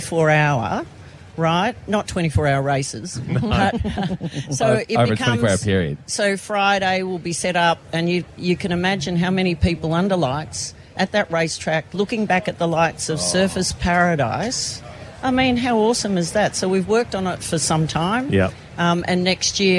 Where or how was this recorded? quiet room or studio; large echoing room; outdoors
outdoors